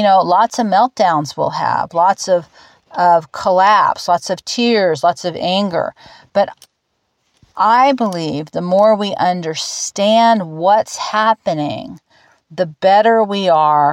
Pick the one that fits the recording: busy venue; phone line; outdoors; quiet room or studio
outdoors